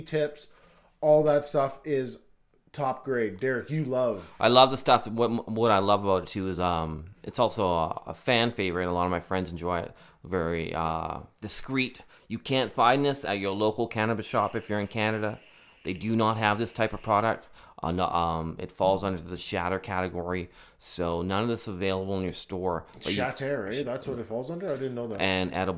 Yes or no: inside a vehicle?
no